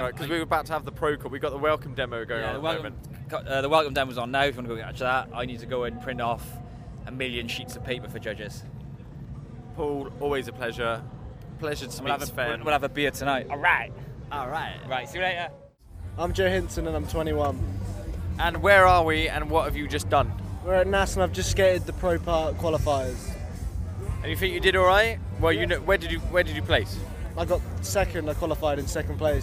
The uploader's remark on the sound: I caught up with lots of people over the 3 days I was at NASS, many of them had things to say (when I shoved a mic in their face and asked them questions).